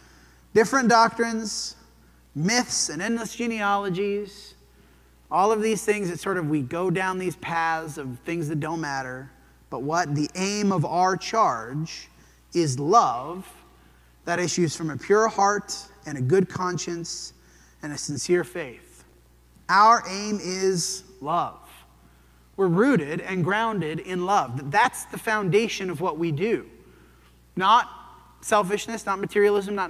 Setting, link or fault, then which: setting, large echoing room